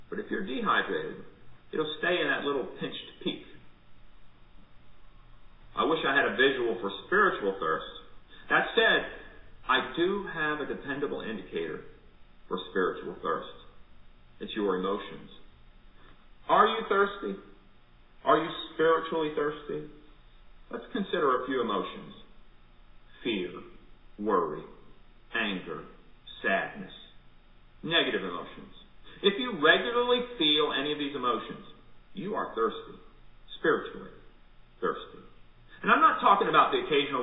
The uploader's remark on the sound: Recorded at MPPC for worship.